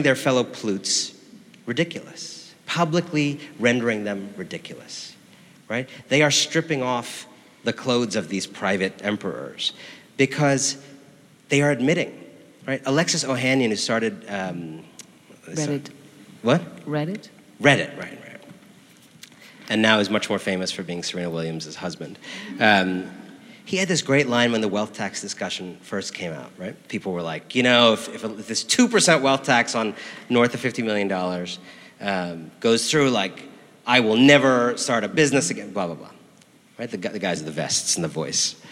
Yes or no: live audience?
yes